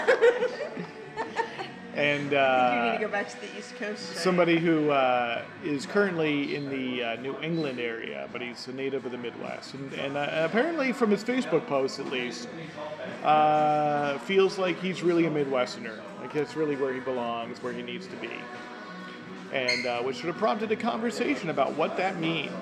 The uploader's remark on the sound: recorded from a bar in Chicago’s Lakeview neighborhood